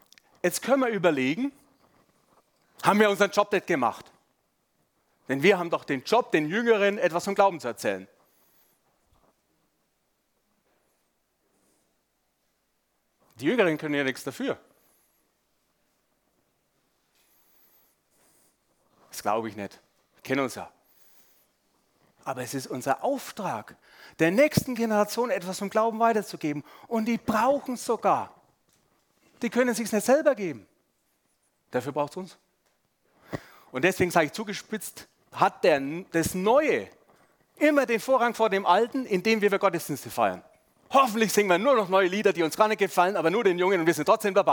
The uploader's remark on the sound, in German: Sonntagspredigt beim SUMMIT 2023